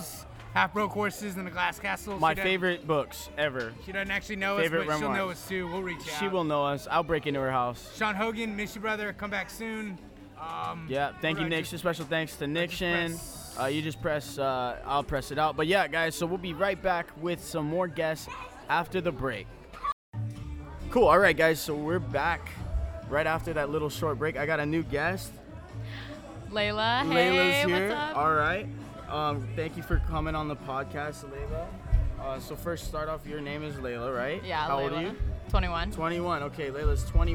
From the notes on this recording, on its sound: After a long sabbatical we bring you an interesting episode recorded at at Kava Bar (Haleakava), where are the Lahaina people come for relaxation, fun and fellowship. Please excuse the background noise and live band...